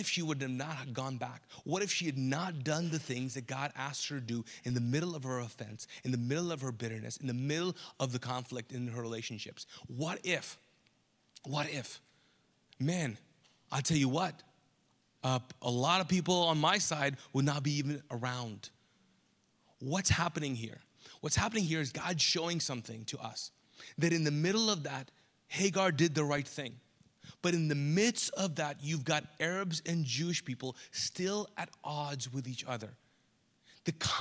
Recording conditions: large echoing room